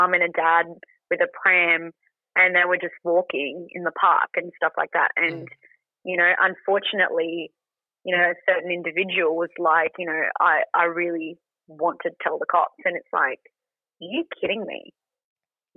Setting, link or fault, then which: link, phone line